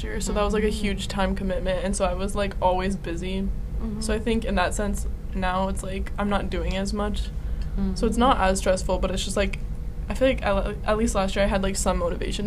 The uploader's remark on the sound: We apologize for the interview's background noise.